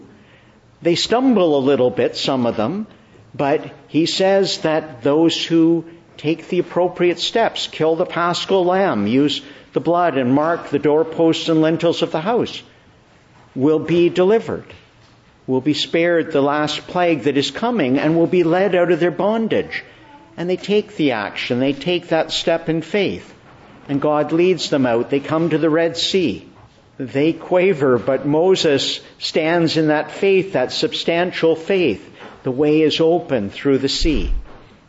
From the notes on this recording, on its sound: Morning Service. Preached in the Church of the Annunciation of the Blessed Virgin Mary, Ottawa.